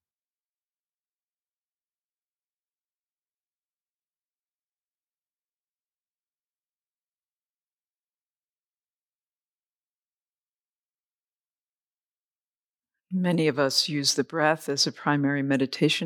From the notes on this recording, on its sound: The Rubin Museum of Art presents a weekly meditation session. This podcast is recorded in front of a live audience, and includes an opening talk, a 20-minute sitting session, and a closing discussion.